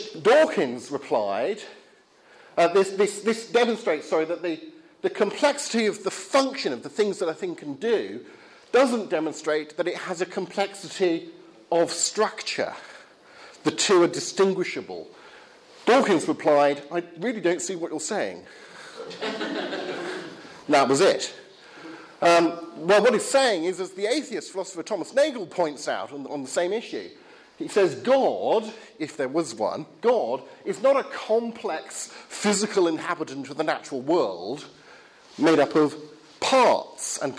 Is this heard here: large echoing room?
yes